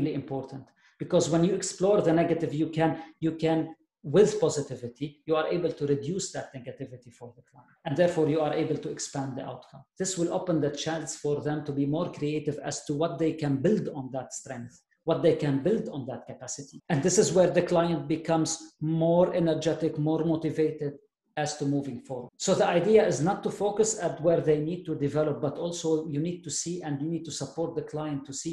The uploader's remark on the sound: This episode covers the second part of the pre-recorded webinar.